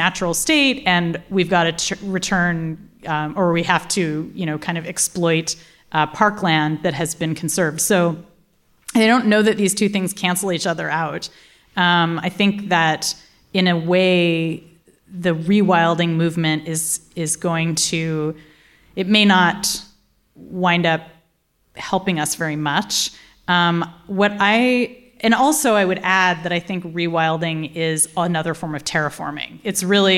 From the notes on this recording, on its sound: in conversation and Q&A with the audience